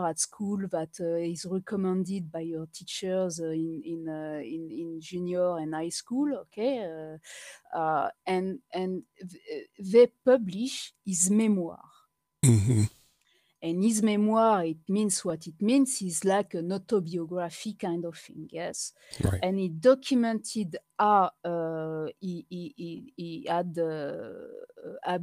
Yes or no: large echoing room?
no